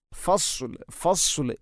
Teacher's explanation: ഫസ്ലിന് സ്വാദാണ്, സ്വാദിന് പകരം സീനാവുന്നത് പ്രത്യേകിച്ചും ശ്രദ്ധിക്കേണ്ടതാണ്. അപ്പോൾ ഫസ്ലു, ഫസ്ലു എന്നാണ് പറയേണ്ടത്.